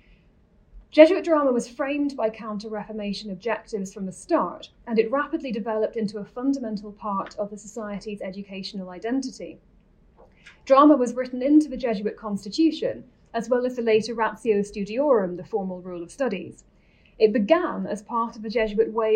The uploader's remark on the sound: This lecture was given on November 21, 2022, at the University of Edinburgh.